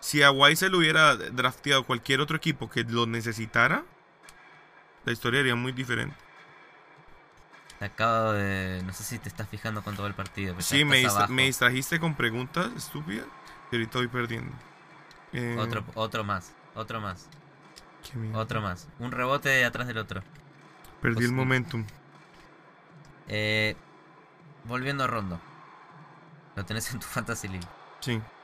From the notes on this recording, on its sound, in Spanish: Decidimos jugar a la Play mientras grabamos el episodio.